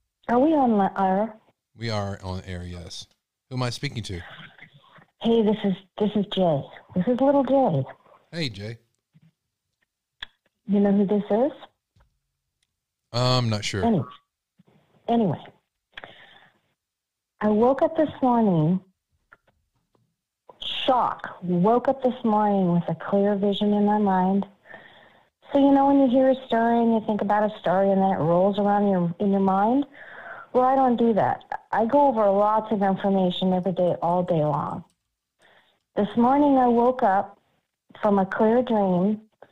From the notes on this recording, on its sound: We take your calls live!